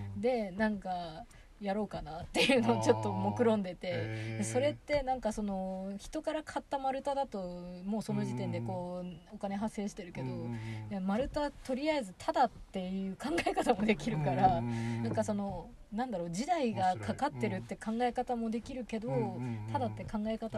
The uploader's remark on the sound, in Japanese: 今年5月に荒山林業さんが企画された集材の見学会の後、車の中でお話をしています。